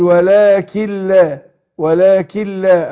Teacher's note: انا ادغمت النون في اللام ادغام بغير غنة